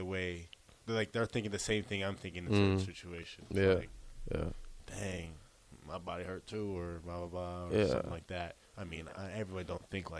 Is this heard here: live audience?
no